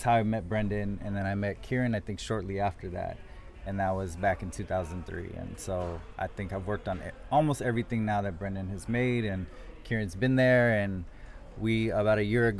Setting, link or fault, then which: setting, busy venue